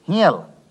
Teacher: Wobei also auch das N noch verschwindet und das E nasaliert wird.